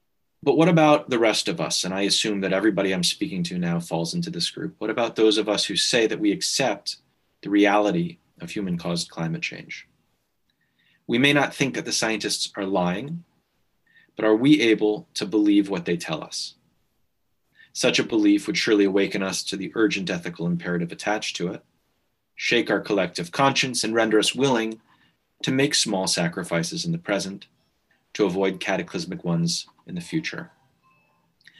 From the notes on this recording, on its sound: This talk was recorded at the online 5x15 event on 5th Nov 2020.